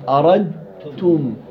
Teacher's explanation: ذهبت الدال ذاتا اصبحت تاء، وذهبت صفه الدال الا وهي القلقله · Term: ادغام كامل